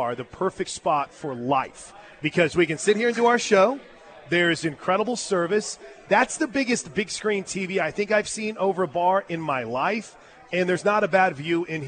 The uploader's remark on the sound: LIVE FROM BWW IN EDMOND FOR GRIDIRON GIVEAWAY